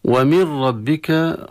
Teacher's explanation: النون الساكنة أتى بعدها راء كذلك إدغام، وهذا إدغام كذلك من غير غنة وإدغام تام